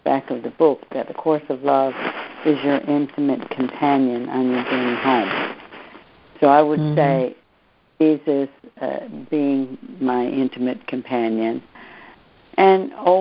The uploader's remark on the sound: joining together on a Free Conference Call